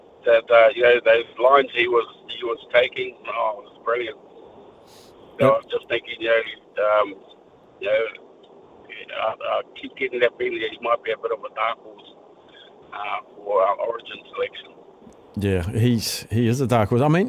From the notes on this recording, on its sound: hits the phone and text lines to talk to the listeners